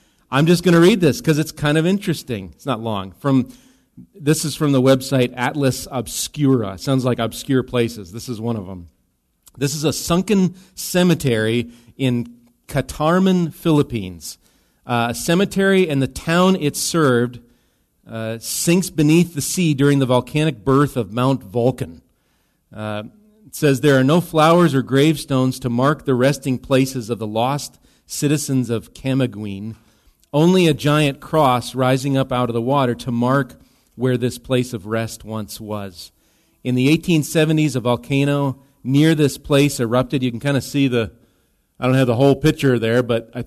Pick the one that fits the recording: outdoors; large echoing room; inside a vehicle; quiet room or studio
large echoing room